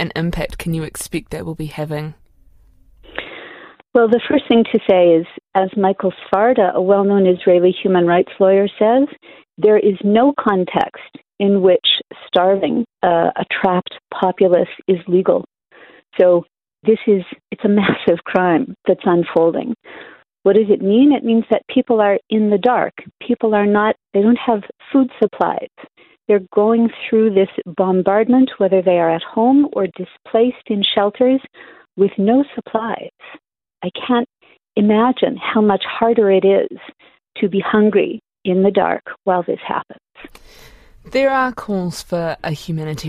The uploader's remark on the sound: She now lives in New Zealand. Over the phone.